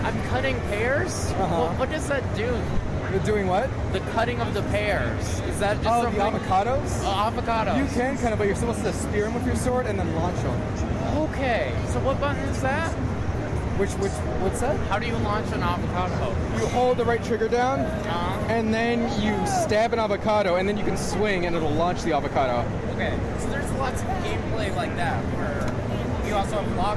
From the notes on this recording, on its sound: Audio interviews I did while at PAX East 2016.